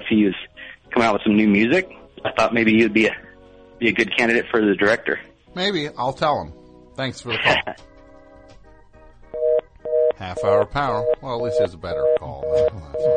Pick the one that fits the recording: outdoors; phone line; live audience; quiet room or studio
phone line